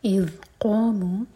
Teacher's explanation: قاف حلق سے اور ہیوی لیٹر ہے